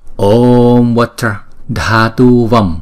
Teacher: Chữ O là diphthong, chúng ta lúc nào cũng đọc hai nhịp